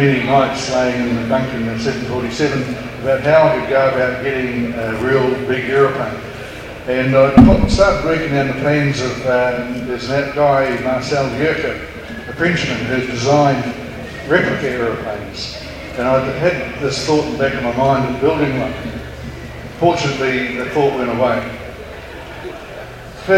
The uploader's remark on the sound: another recording from the Wings Over New Zealand Forum Meet at the New Zealand Warbirds Association hangar at Ardmore